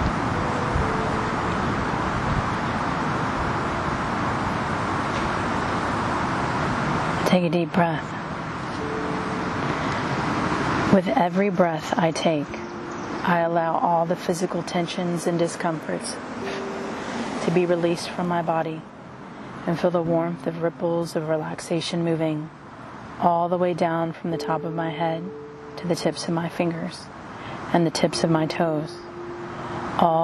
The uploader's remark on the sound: A free guided meditation recorded outdoors.